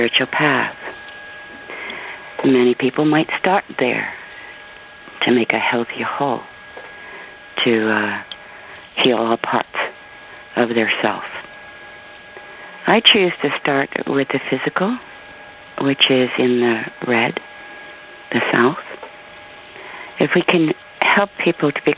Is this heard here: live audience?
no